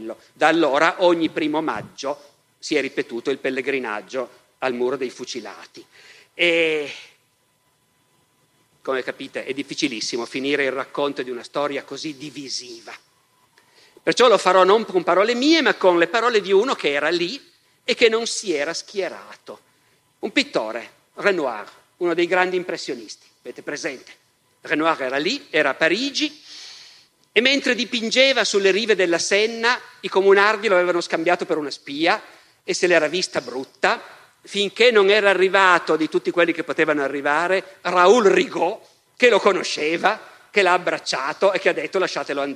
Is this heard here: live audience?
yes